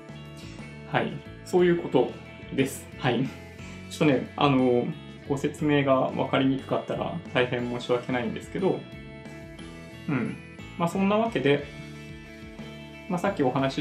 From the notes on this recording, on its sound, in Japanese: ライブ配信時のマイク設定に誤りがあって、MacBook Pro内臓のマイクで収録されちゃってたっぽいですね。聞き取りにくくなってしまっていて申し訳ありません。